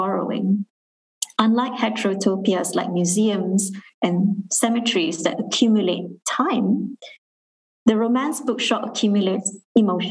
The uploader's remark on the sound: Was recorded during a live webinar event.